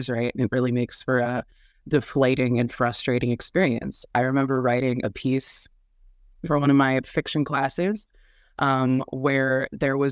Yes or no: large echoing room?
no